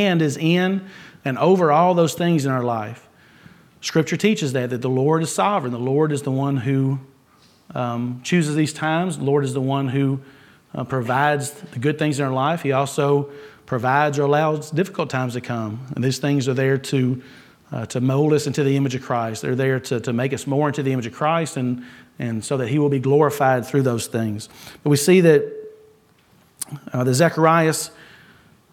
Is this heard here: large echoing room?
yes